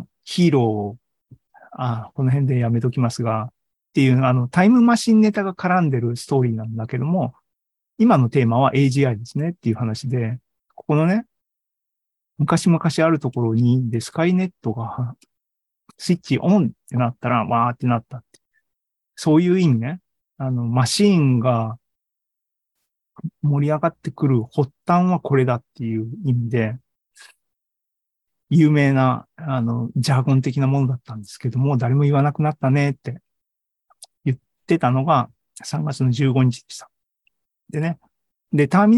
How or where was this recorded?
video call